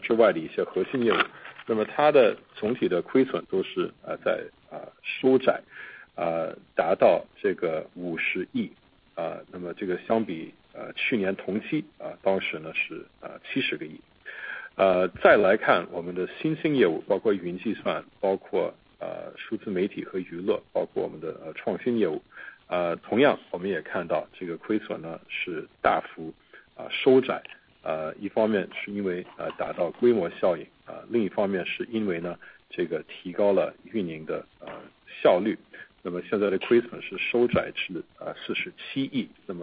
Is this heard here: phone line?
yes